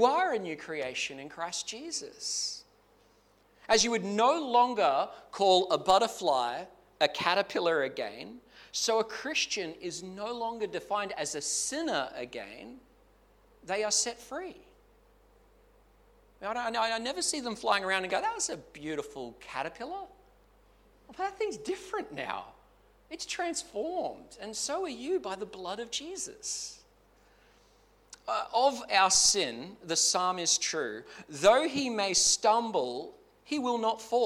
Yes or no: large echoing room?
yes